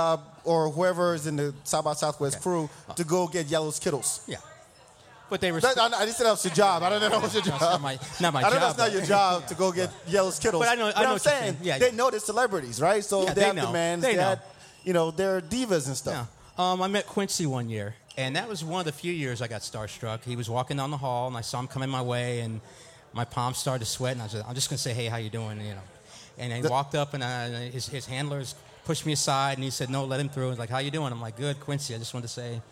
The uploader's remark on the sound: SXSW 2016 Preview Live at Rattle Inn.